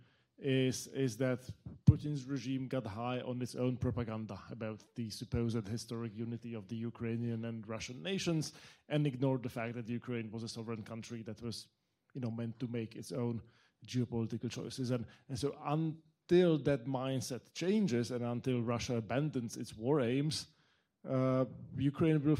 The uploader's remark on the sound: Live show of The Eastern Front for the American Enterprise Institute's Summer Honors Program. The live show concludes with a Q&A segment with audience members.